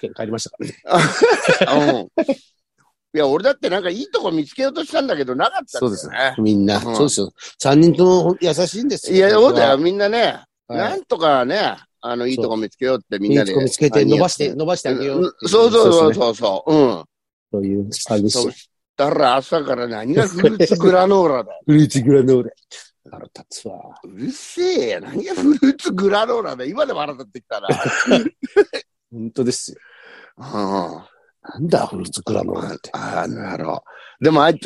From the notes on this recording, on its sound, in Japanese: ZOOMで収録